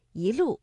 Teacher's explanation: 第一句的“一路霜林”，我们的“一”读二声，一路